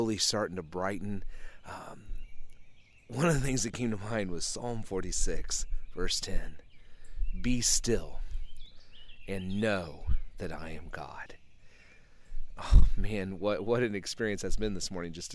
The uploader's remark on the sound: This is the first (and, as of right now, only) episode that I have recorded in the outdoors.